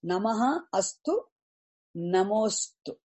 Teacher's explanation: Visarga preceded by short vowel, followed by short vowel, becomes O. · Term: Visarga Sandhi